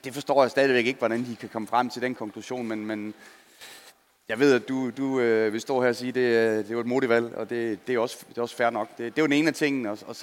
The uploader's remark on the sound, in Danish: Live fra Boxen. Med os på scenen. Optaget live i Fanzonen i Boxen søndag middag inden bronzekampen og VM-finalen.